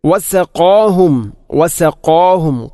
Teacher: ഖാഫിനെ ഉച്ചരിക്കുമ്പോൾ വസഖാ ഖാ അല്പം കനപ്പിച്ച് ഉച്ചരിക്കണം. വസഖാഹും അല്ലാതെ വസഖാഹും അല്ലെങ്കിലോ വസഖാഹും എന്നോ അല്ല ഉച്ചരിക്കേണ്ടത്.